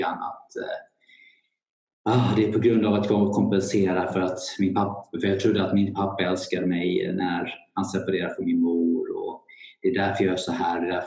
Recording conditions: video call